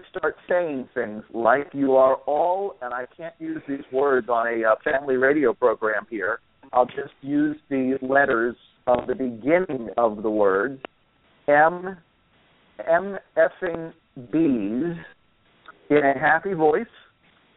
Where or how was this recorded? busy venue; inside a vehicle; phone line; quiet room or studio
phone line